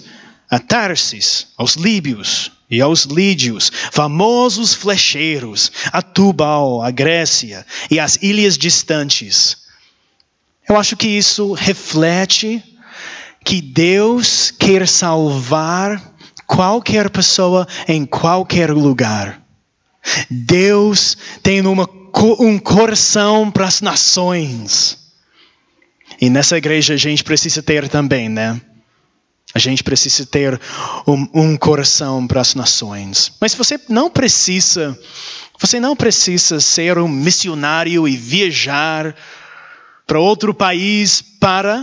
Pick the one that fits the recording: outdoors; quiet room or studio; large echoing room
large echoing room